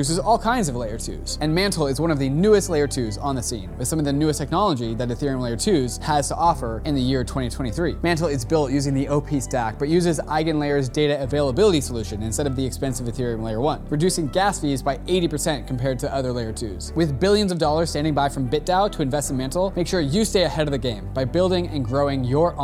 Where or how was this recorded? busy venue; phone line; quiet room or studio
busy venue